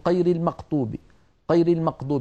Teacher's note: من الأخطاء التي توجد في نطقنا لحرف الغين، بعض المناطق في الجزيرة العربية وخاصة في شرق الجزيرة العربية يخلطون صوت الغين بصوت القاف